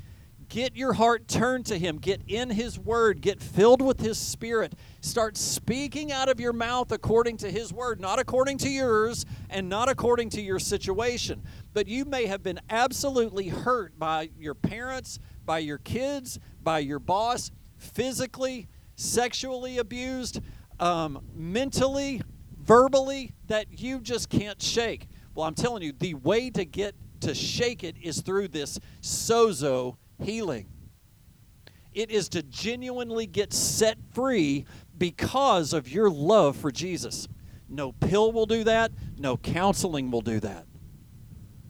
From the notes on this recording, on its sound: teaches outside at a Drive-In Service due to COVID-19